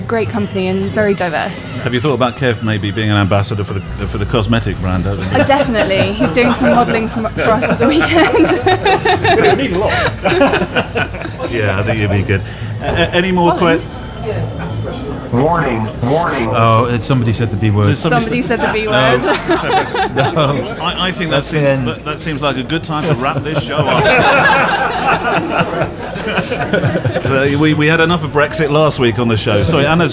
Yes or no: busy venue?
yes